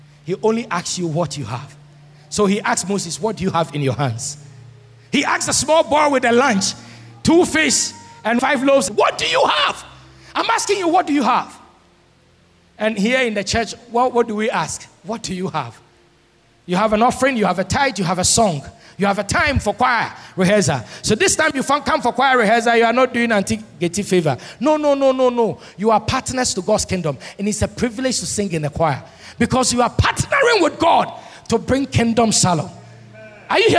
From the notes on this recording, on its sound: Sermon preached at CBC Adabraka Campus